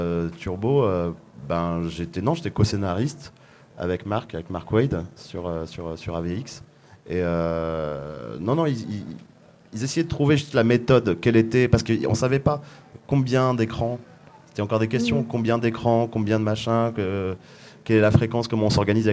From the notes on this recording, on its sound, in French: Cette rencontre a été enregistrée en public au festival des Calanques et des Bulles 2016.